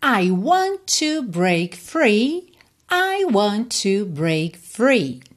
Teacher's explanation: want e to você junta num T só